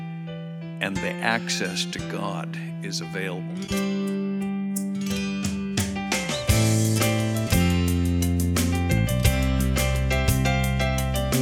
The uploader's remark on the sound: Southwest Bible Church in Beaverton Oregon